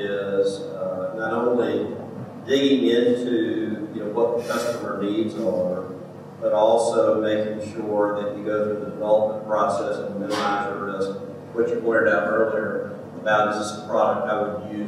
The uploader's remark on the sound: Live Atlanta True Quality Roadshow Panel. This special episode features a recording of the industry panel from the Greenlight Guru True Quality Roadshow in Atlanta, presented by the Global Center for Medical Device Innovation (GCMI) and Rook Quality Systems.